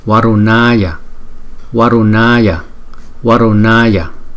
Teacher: Chữ A có dấu gạch ngang chúng ta đọc kéo dài hai nhịp. Chữ N có dấu nặng chúng ta đọc cong lưỡi lại và lấy hơi trên vòm họng chúng ta đưa ra · chữ U có dấu gạch ngang chúng ta đọc kéo dài hai nhịp. Chữ A có dấu gạch ngang chúng ta đọc kéo dài hai nhịp.